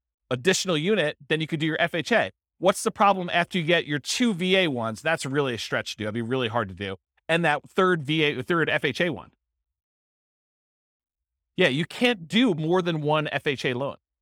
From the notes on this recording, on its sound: This was a live class recorded